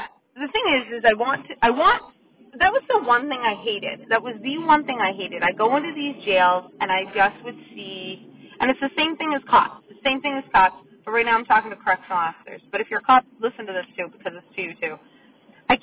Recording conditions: inside a vehicle